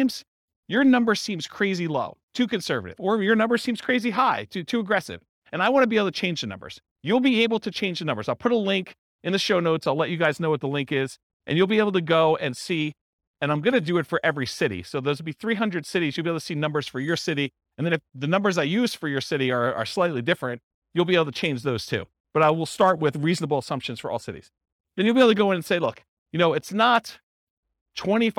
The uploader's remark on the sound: This was a live class recorded